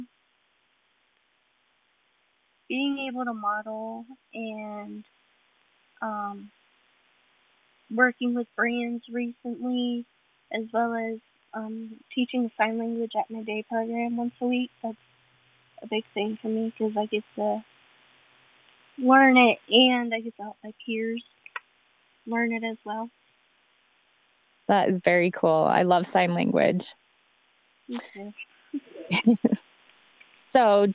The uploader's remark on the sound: A little audio difficulty - so listen closely to catch all the goodness.